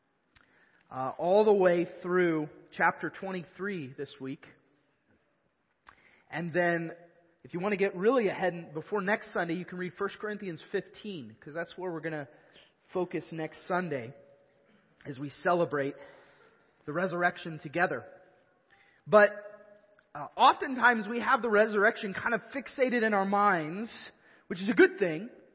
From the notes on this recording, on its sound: Evangelical Free Church of Canton